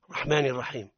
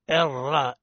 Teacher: الصواب هو الرآء، لابد أن نحقق الهمزة هنا لأن همزة الوصل في الابتداء مثلها مثل همزة القطع تماما · Shown in: second take · نقول الرحمن الراء.